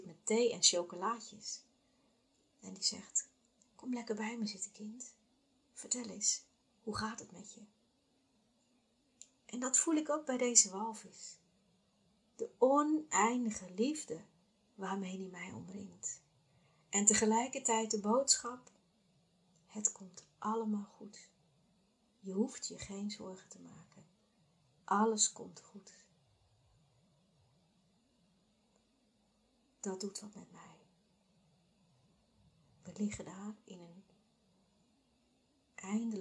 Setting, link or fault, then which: fault, poor sound quality